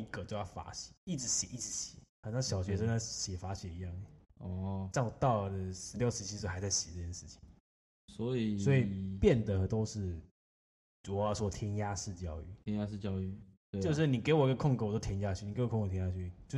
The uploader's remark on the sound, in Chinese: 由於我們設備和錄音室調整中，這幾集內容會有一點點小聲